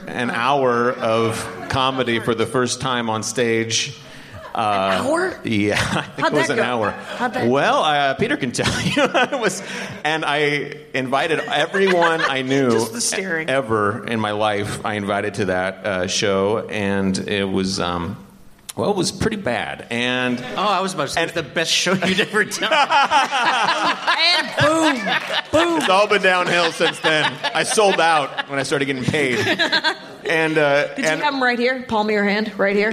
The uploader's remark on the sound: This is the second LIVE Dork Forest taped in Seattle, before a live audience.